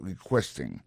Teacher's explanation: Dans mot requesting là, ouais, accent tombé sur deuxième syllabe là